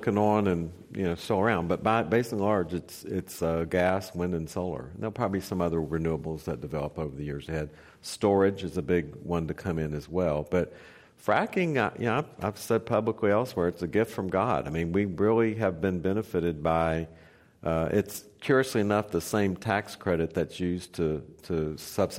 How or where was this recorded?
live audience